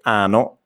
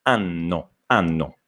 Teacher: si deve sentire questa doppia N · Shown in: second take